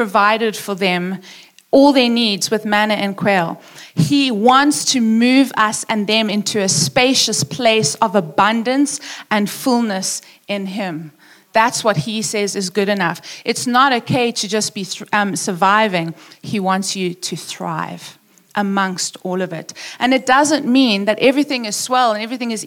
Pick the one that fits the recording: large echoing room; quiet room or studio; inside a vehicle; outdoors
large echoing room